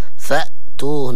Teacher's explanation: فأتوهن همزة وليس هو مد، لا نقول فآتوهن لكن فأتوهن فعل أمر.